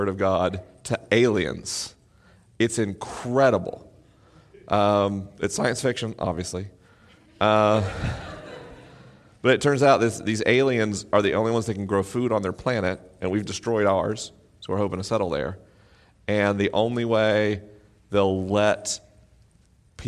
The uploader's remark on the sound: LIVE in Mission Hills, CA. This week is a live episode: the questions are unscreened and the answers are unrehearsed.